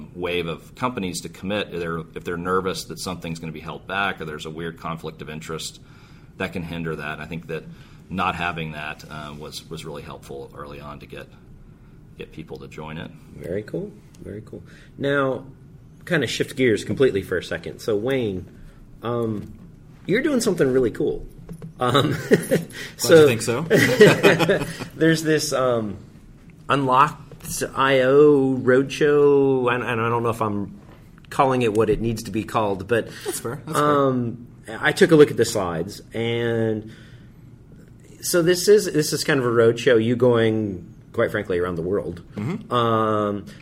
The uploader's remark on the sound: Live from OSCON!